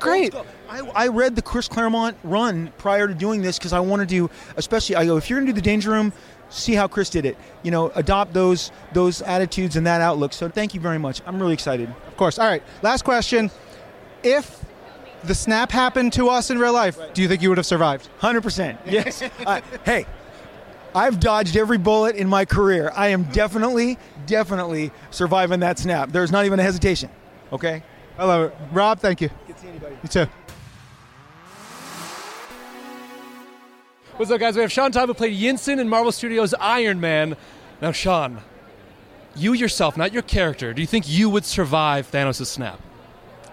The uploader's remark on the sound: short interviews recorded live from the red carpet